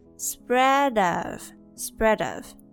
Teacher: Here we got a linking sound between spread and of